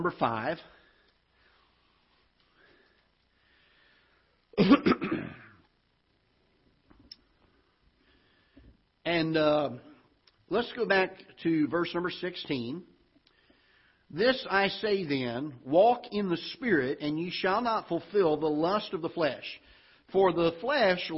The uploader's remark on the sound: Ketha Heights Baptist Church ~ Live Broadcast